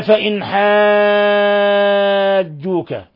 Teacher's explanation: نون ساكنة جاء بعدها حرف الحاء، الحكم التجويدي إظهار حلقي، لأن الحاء من حروف الحلق، من حروف الحلق الستة.